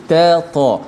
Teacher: huruf ta dan ta ni berada pada makhraj yang sama. Uh, hujung lidah berada di belakang gigi atas